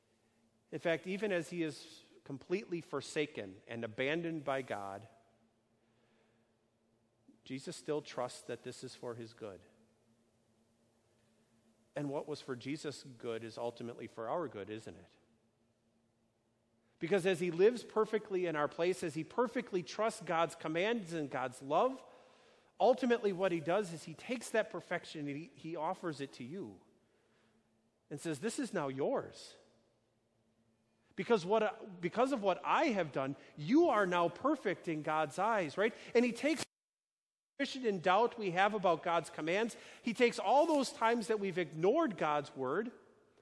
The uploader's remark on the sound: A sermon delivered on Sunday, June 9, 2019, at Our Savior Lutheran Church in Birmingham, AL